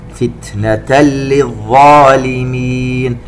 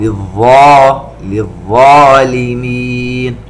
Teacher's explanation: التنوين مع اللام إدغام بغير غنة، ونفخم الظاء